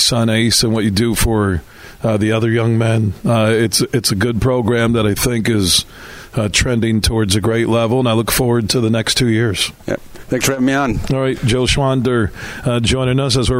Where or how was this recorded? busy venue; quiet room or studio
busy venue